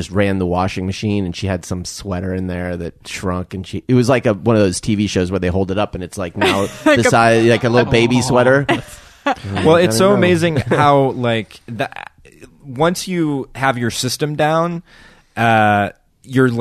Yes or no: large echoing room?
no